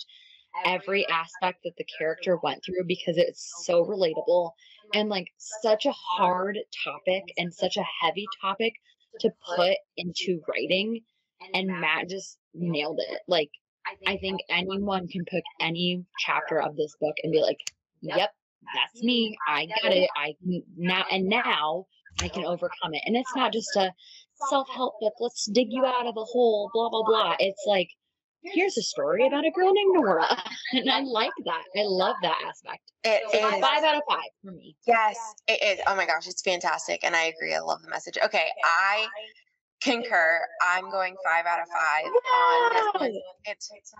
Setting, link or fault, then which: fault, poor sound quality